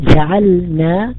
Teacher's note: الآن لو قلنا كلمة جعلنا، إذا نطقت اللام من الوسط حقيقة قد تدغم بالنون ولم تكن مخلصة كما أمر ابن الجريري، في قال وخلص من باب تخليص الحروف بعضها عن بعض، وإنما لو جعلت اللام منحرفة لليمين قلت جعلنا تنطق اللام مستقلة عن النون · Term: الانحراف